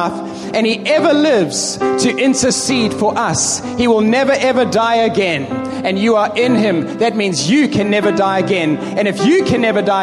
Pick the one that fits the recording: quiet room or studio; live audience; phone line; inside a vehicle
live audience